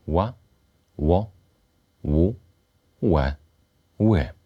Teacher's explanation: Natomiast w języku polskim, pod wpływem zmian, które zaszły po wojnie, spółgłoska ta realizowana jest z uniesieniem tylnej części języka, przy czym przód języka jest bierny. Istotne jest lekkie zaokrąglenie warg. · Term: polskiego ł